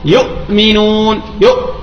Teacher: وسميت يا إخوة بألف القطع، قالوا لأن الهمزة تنقطع عن الحروف عند النطق بها، الهمزة تنقطع عن الحروف عند النطق بها. لماذا؟ لأن مخرجها منين؟ أقصى الحلق · Term: همزة القطع